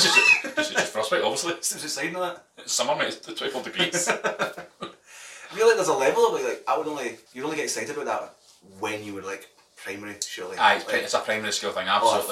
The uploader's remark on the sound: POOR SOUND QUALITY